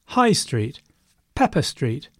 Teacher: So, understandably, it's the differentiating word that is important here to make sure your friend and you get together on the same place. So, the differentiating word is stressed.